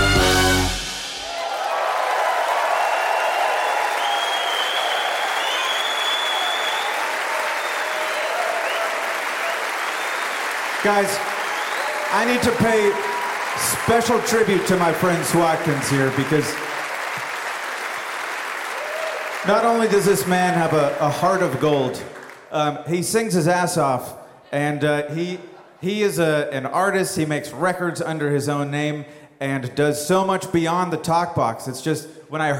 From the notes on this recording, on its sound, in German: live im hr-Sendesaal in Frankfurt.